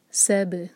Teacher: सब scene light और scene पर सीटी जैसी आवाज़ आए और बा पर क़लक़ला.